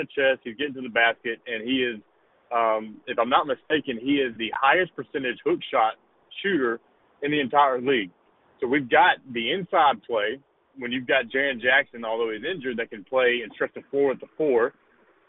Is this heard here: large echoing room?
no